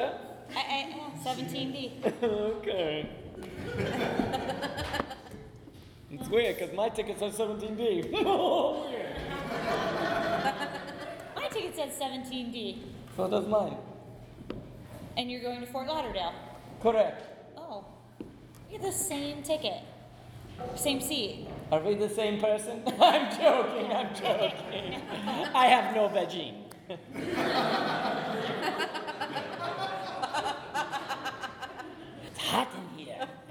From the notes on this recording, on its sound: In front of a LIVE audience at The Establishment. Laugh along with an engaging audience.